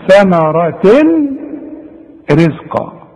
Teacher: اذا وصلنا هندغم ادغام كامل بدون غنة